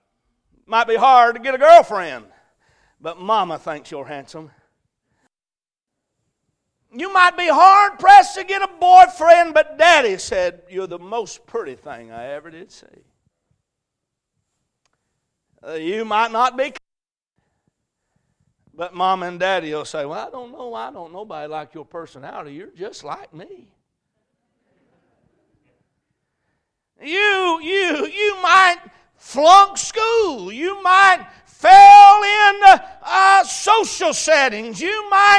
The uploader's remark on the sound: A message preached at Crossroads Baptist Church